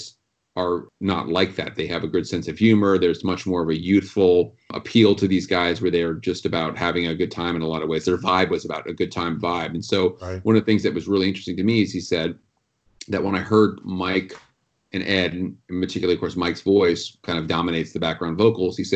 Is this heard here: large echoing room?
no